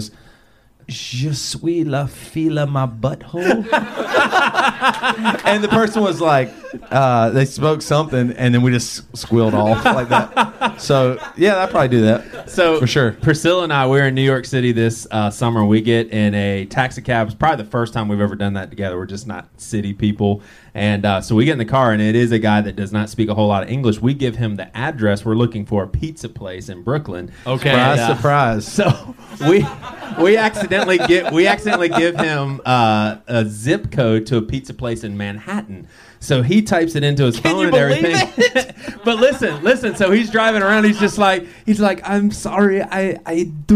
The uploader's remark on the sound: Live In Milwaukee. Roving reporters.